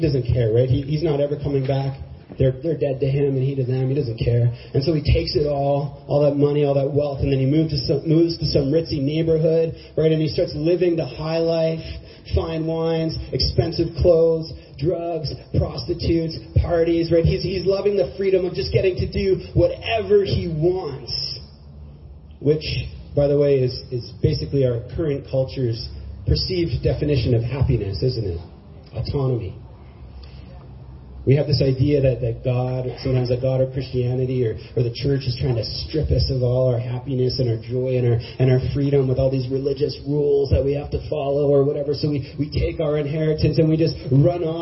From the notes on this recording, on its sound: church service in Galt Gardens with Streets Alive and One Life Church.